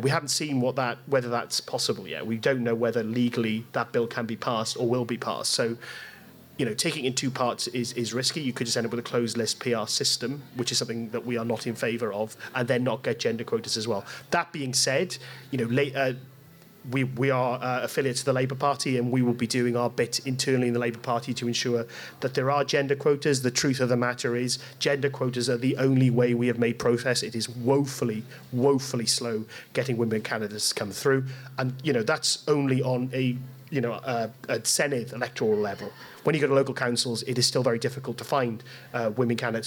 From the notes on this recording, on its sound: We recorded this podcast in front of a live audience at The Place, Newport as part of the 2023 Newport Rising Festival.